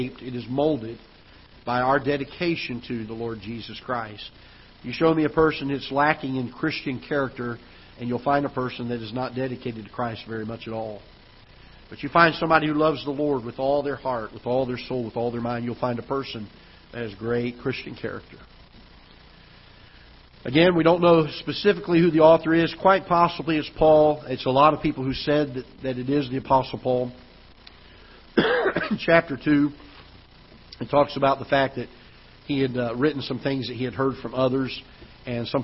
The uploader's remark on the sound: Ketha Heights Baptist Church ~ Live Broadcast